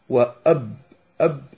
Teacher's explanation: إذن تقول أو تضمهما لكن لا تطبقهما، وأب أب تطبق الشفتين، وأم أيضا تطبق الشفتين